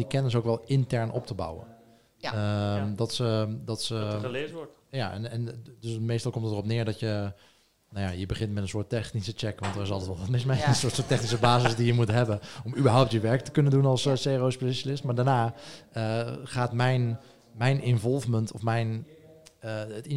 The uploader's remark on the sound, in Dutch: Tijdens de DDMA Dutch CRO Awards op 3 oktober 2019 deden we live verslag vanaf het event.